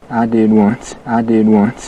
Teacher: Gyllenhaal nails his Wyoming accent here. Listen to the vowel in one and once, how it's all the way back in his mouth